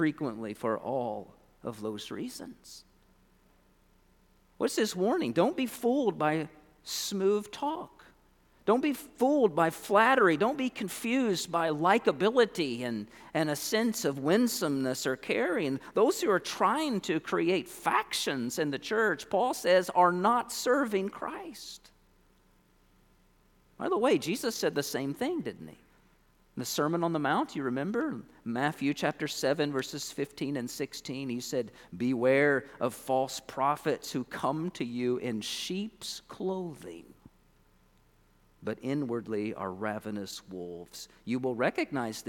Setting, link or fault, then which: setting, large echoing room